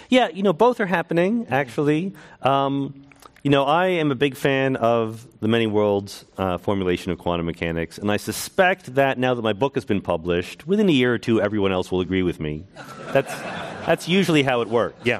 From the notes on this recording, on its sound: This program was recorded in front of a live audience at The Oshman Family JCC in Palo Alto, CA on September 14th, 2019.